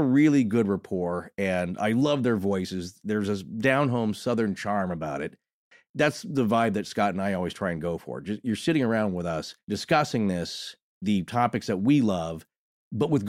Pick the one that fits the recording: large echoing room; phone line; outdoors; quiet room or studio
quiet room or studio